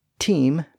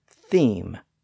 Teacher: So the T sound in those words started to be pronounced as TH simply because of the revised spelling from T to Th. Team became theme.